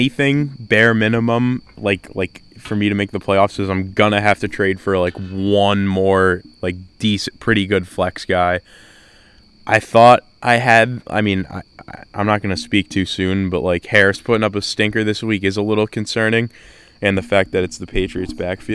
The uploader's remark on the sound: This Was Recorded Outside